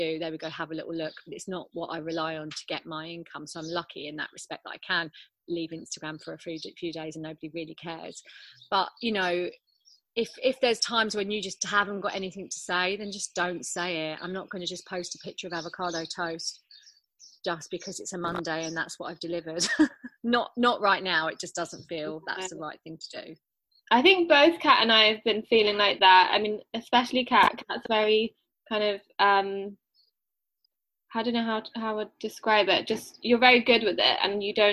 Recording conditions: video call